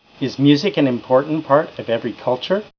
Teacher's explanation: Using rising intonation on yes-no questions. Listen to the rising intonation in these yes-no questions.